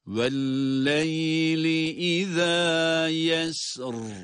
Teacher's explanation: Bakınız, 3 defa tekrar ederken de yesr kelimesini kalın olarak okudum.